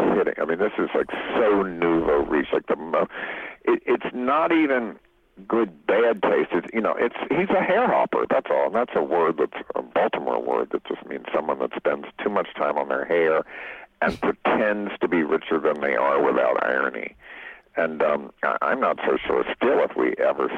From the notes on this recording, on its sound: called in from his home in Baltimore